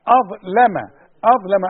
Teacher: خدي بالك اللام بتاعت أظلم دي أرقاها